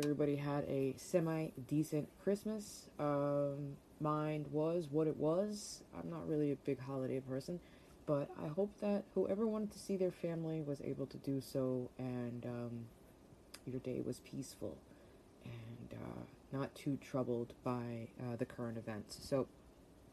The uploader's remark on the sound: Sorry ahead of time for the background noise during this episode, I always forget to turn stuff off!